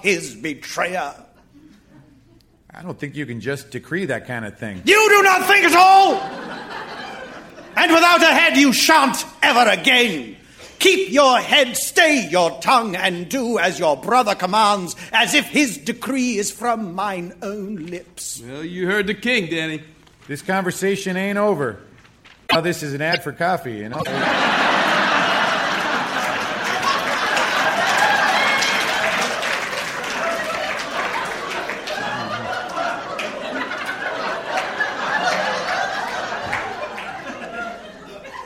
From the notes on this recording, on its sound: Recorded Live 9/7/2013 at Largo, Los Angeles.